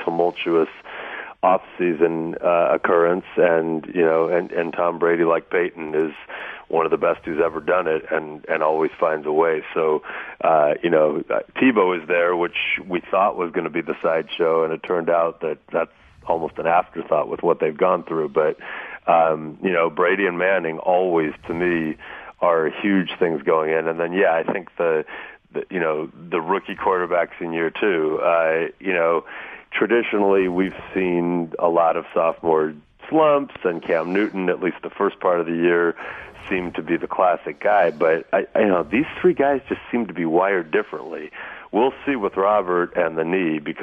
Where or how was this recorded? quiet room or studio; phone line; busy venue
phone line